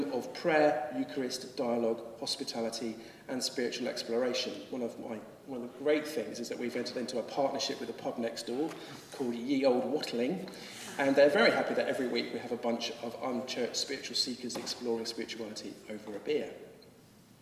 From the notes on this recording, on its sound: Addresses a gathering in Lambeth Palace before the Archbishop of Canterbury and invited guests from traditional and new communities. This podcast was recorded at a gathering to promote the work of the Anglican Religious Communities Charitable Trust.